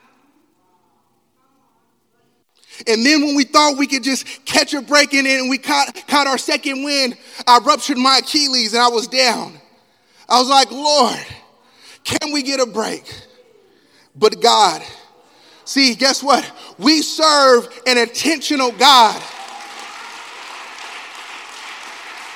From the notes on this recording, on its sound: Elk Grove. Live Recording: 2/25/2024 - 10:30am Service.